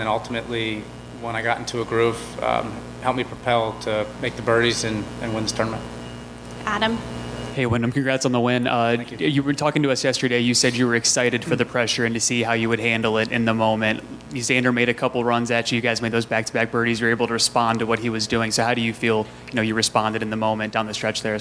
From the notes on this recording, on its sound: Live interviews from The Wells Fargo Championship